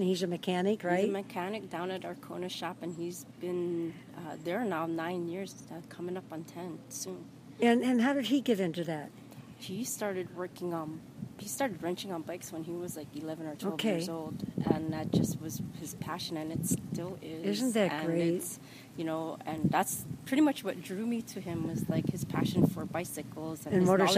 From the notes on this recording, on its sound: my walk around Kailua Village